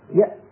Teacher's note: هذه الحروف نجد بأن الصوت قابل للامتداد فيها، لكن مثل قولنا يأتون مثلا، يأ هذه الهمزة لو قلنا يأ وحاولنا وضغطنا وحاولنا أن نمشي الصوت، ولتحاول كل واحدة من كنا أن تفعل ذلك، يأ تجد بأن المخرج عند النطق بهذه الهمزة الساكنة قد انقفل انقفالا تاما. ثم العلماء هذه الحروف التي إذا نطقناها انحبس الصوت عندها انحباسا تاما حروف الشدة.